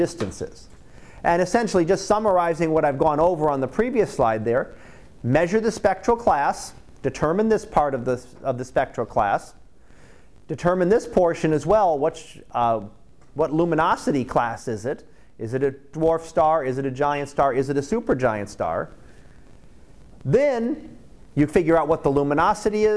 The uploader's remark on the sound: Live Class Lecture 2018 Oct 18